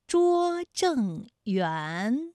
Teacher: 园的韵母是乌安，它就是前鼻韵母，政是后鼻韵母